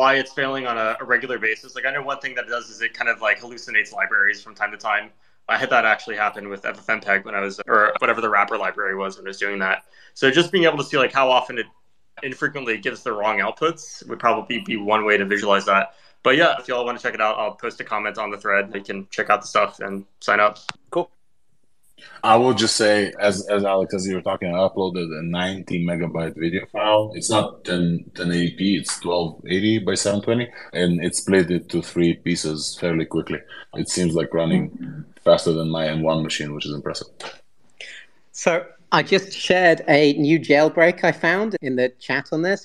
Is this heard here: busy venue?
no